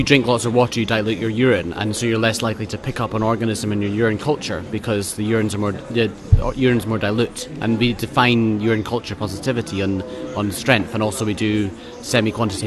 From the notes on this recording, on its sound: live from ECCMID 2023